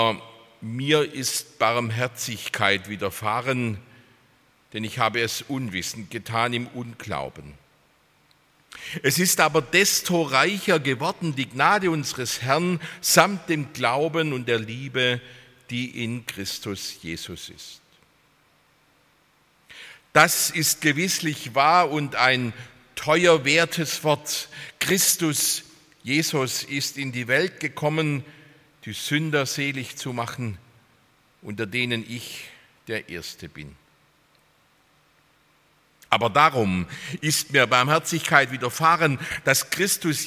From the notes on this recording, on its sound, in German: aus dem Gottesdienst der Liebenzeller Mission